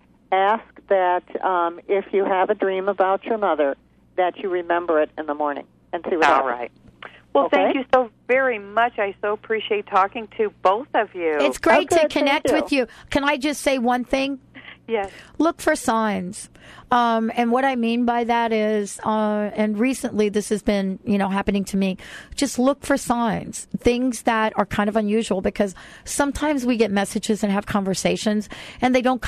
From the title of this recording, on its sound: taking your calls